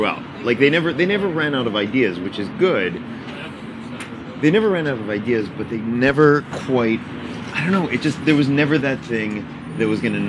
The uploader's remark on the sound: Recorded at Hugo's Tacos in Studio City, CA.